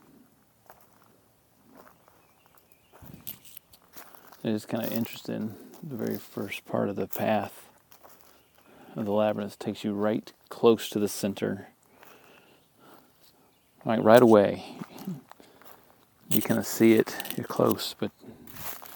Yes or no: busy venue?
no